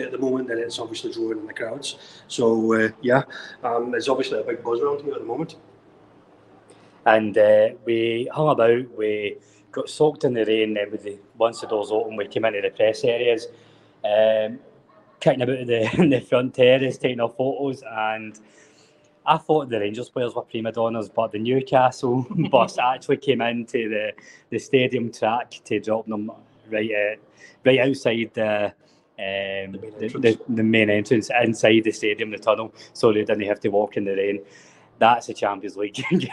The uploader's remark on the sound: live from the Gateshead International Stadium!